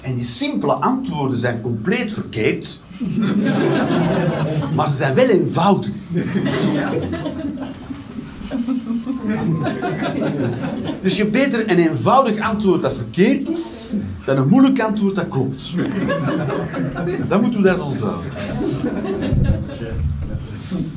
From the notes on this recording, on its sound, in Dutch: Live 29 maart 2023, Club Haug, Rotterdam